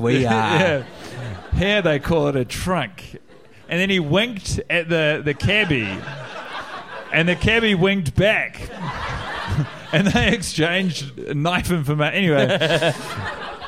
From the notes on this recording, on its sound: Live in Chicago. The fellaz have made it to the windy city – Chicago and are performing in front of a live audience who have travelled far and wide to be part of the adventure.